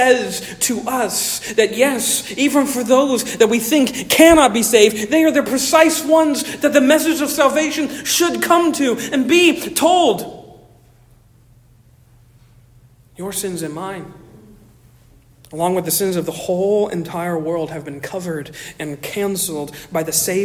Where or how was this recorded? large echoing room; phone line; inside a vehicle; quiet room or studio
large echoing room